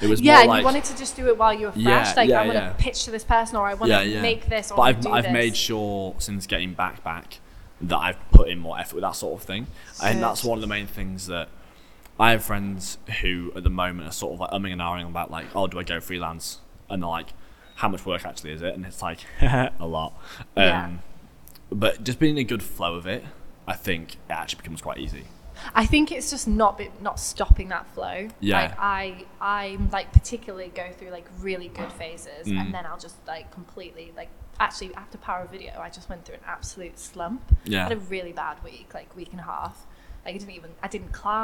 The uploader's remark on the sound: Thank you to the Old Red Bus Station for letting us record in their upstairs cantina!